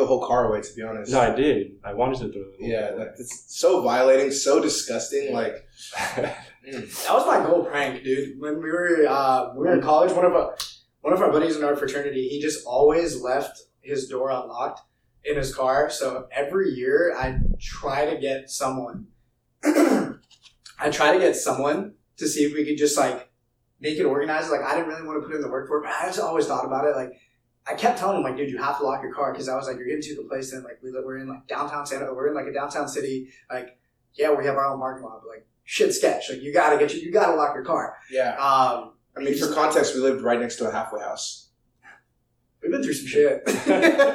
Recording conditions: poor sound quality